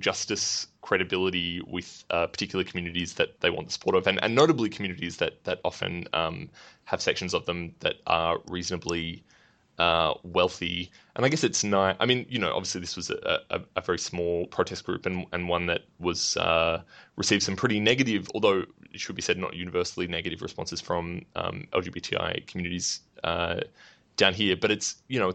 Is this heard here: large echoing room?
no